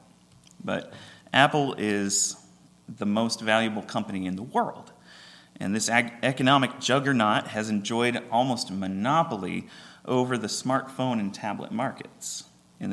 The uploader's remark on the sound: at Ringgold Seventh-day Adventist Church